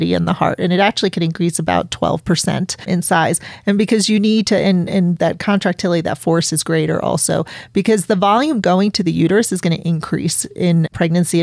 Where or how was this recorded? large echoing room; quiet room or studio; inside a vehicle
quiet room or studio